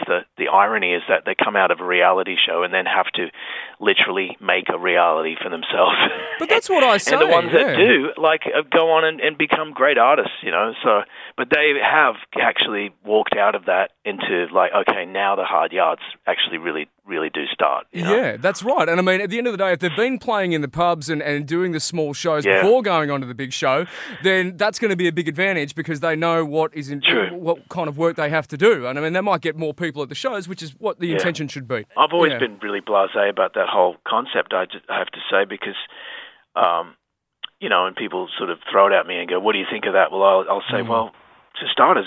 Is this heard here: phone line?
yes